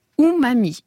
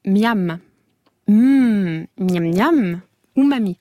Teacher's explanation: les deux M, qui sont des consonnes bilabiales, donc qui font se rejoindre la lèvre supérieure et la lèvre inférieure